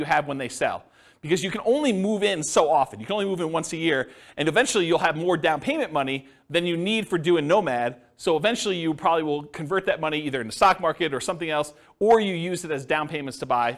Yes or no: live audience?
yes